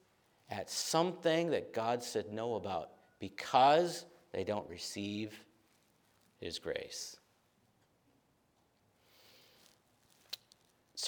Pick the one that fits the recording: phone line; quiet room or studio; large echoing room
large echoing room